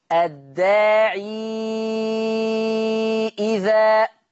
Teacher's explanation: ياء مد ووراها همزة فتبقى مد منفصل ست حركات، يعني لما نيجي نقرأ نقول ايه، أجيب دعوة الداع الداعي إذا، يبقى لما هقف بسكون العين لأن ما بقاش في ياء، لما يوصل يحط الياء، يبقى شرط إن ورش يحط الياء إمتى؟